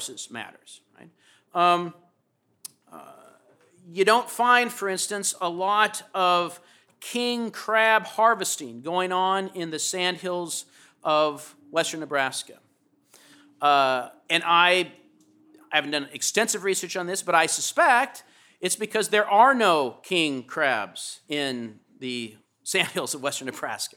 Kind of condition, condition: setting, large echoing room